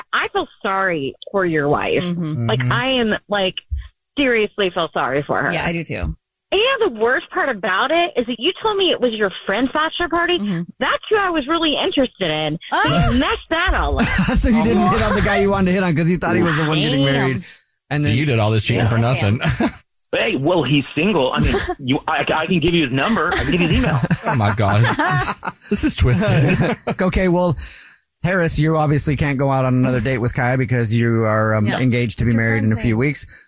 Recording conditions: phone line